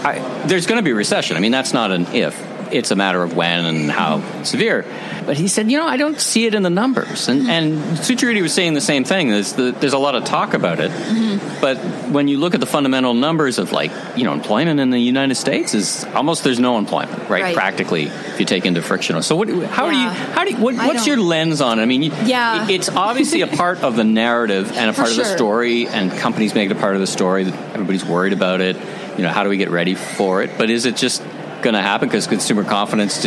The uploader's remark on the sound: Recorded live in person at the 2022 CommerceNext Ecommerce Growth Show. In New York City.